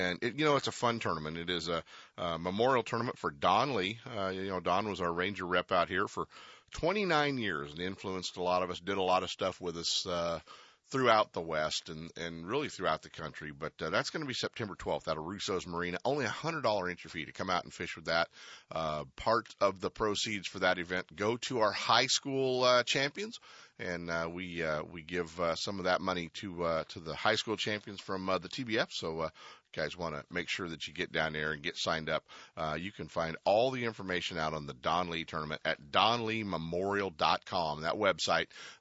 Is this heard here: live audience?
no